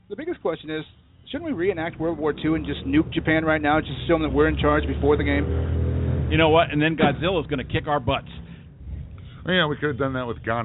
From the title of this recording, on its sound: The BS Sports Show Live from Pyromaniac Fireworks